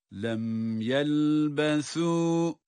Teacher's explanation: burada yelbesu kelimesindeki sa peltek okunmaktadır.